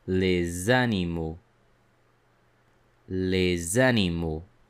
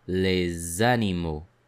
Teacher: You will hear that the letter S is pronounced as a Z. · Term: connect the two words